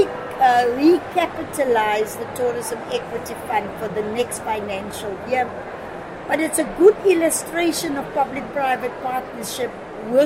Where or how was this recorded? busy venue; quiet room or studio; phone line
busy venue